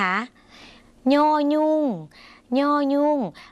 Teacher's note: เสียงขึ้นจมูกนิดนึงนะคะ